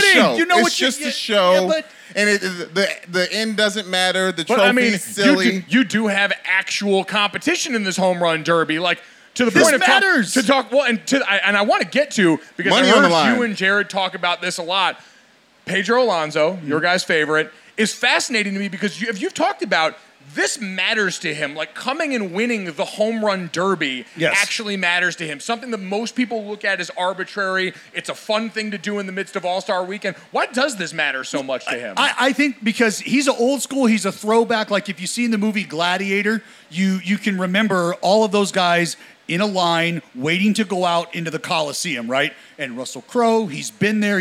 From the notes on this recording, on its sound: LIVE SHOW! LIVE podcast at MLB All-Star weekend in Los Angeles.